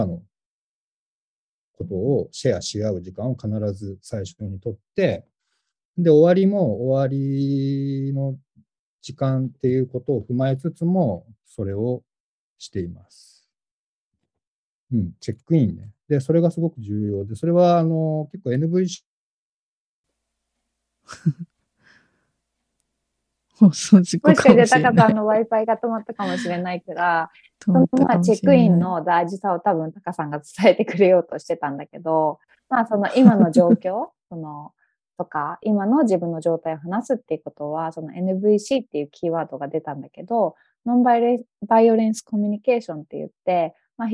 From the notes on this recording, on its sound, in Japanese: Zoomと、手元の機材で録音したものを編集。